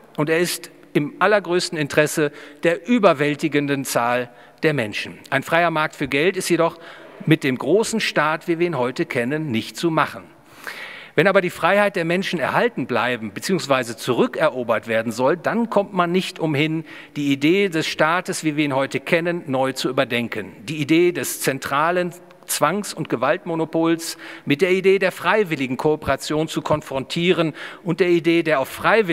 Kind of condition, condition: setting, live audience